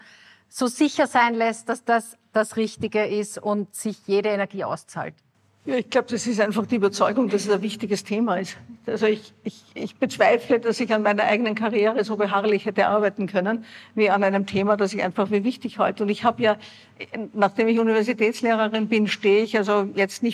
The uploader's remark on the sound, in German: September in Graz habe ich sie in dieser Live-Podcastfolge. Beim "female future meet up" am 28. September in Graz habe ich sie in dieser Live-Podcastfolge gefragt.